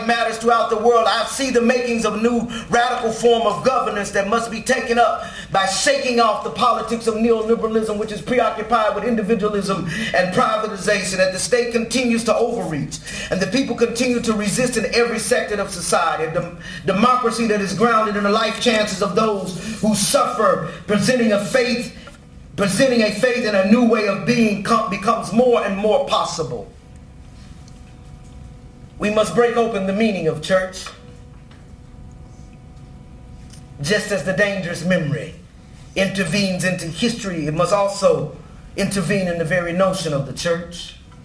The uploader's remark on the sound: Delivers a Dean's lecture titled "The Liberation Theology of Ferguson".